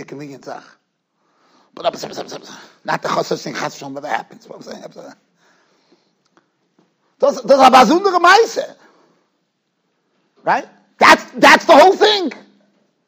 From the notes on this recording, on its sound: Shiur recorded in Yeshivas Ohr Reuven, Monsey, NY.